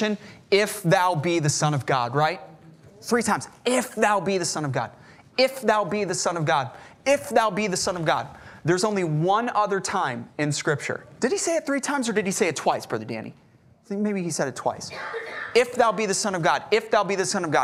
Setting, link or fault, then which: setting, large echoing room